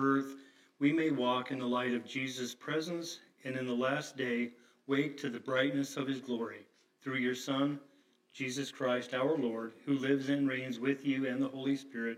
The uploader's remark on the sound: Resurrection Lutheran Church - Sunday Service 01-01-23